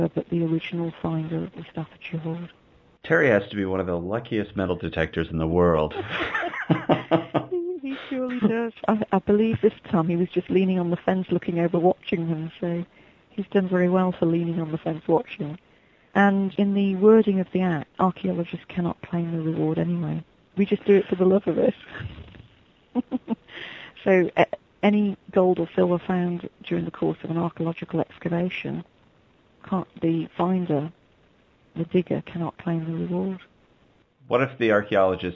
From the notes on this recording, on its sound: chat with us via telephone